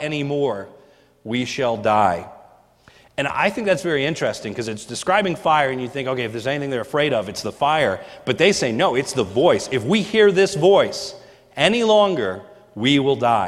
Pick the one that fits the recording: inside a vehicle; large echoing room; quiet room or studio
large echoing room